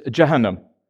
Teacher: They go soft G, unless you're in Egypt, and they keep the hard G.